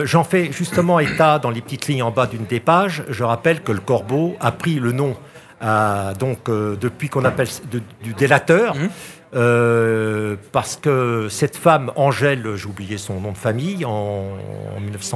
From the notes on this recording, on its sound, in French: Était sur les radios de la FRAMA en direct du salon du livre samedi 1er octobre 2022 à l’occasion de Faites Lire.